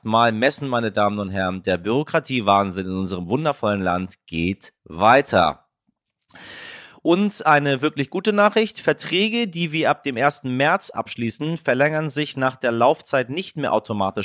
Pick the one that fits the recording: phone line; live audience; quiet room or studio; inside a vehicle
quiet room or studio